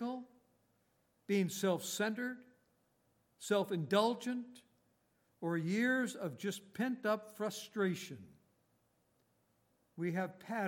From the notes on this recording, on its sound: Recorded on October 28, 2018, at Grace Bible Fellowship in Front Royal, VA.